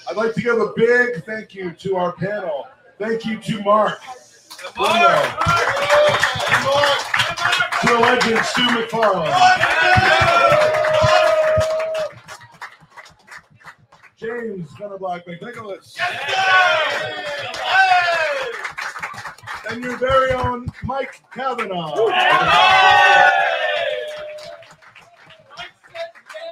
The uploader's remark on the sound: LIVE FROM BALTIMORE